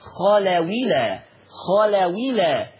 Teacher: خلو إلى هتبقى الواو ايه؟ مكسورة، فتصير خلاويلا · Term: نقل